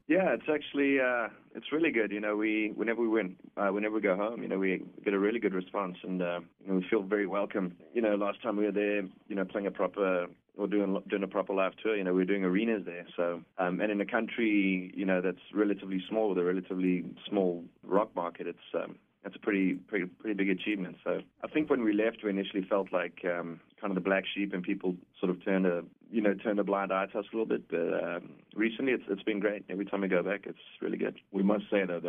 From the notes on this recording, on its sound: on the phone